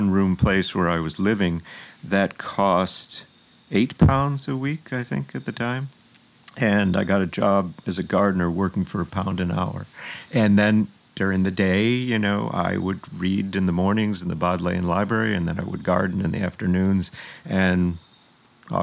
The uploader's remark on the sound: His home in Sag Harbor. We recorded outside in the elements.